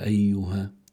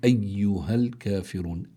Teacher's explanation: هلأ بيرجع أمر الياء في كلمة أيها، لابد من بيان الشدة فيها، أنه ما يطلع فيها مثل لين · Shown in: second take